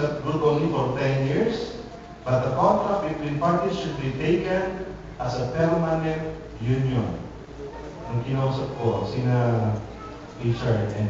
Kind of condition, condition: setting, large echoing room